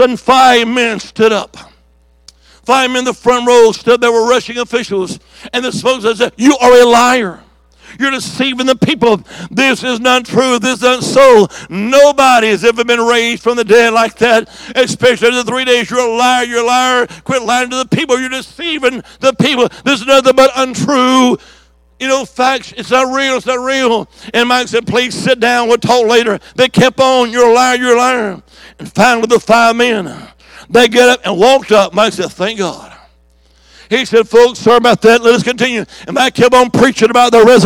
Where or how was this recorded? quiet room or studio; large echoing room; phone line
large echoing room